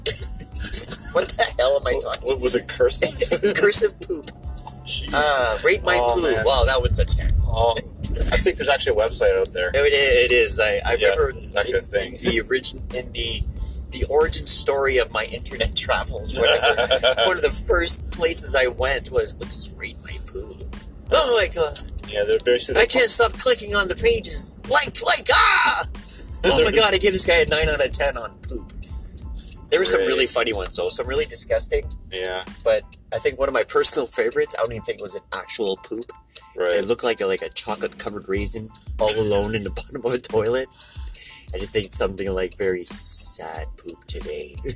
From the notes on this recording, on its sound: Car Pool Podcast edition. In this episode, we are driving in to work.